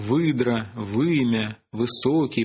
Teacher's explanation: всякое начальное «вы» в русских словах имеет протетический «в»